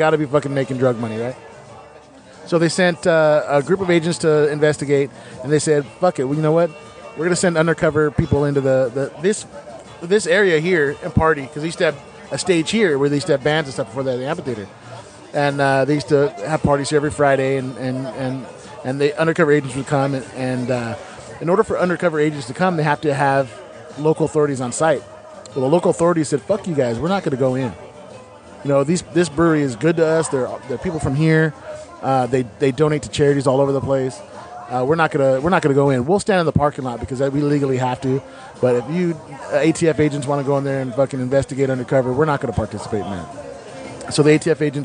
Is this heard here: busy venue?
yes